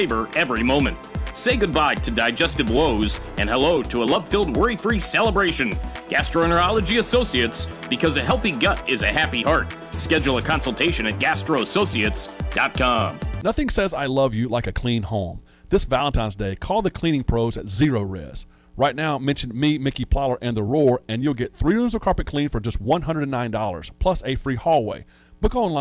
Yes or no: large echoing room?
no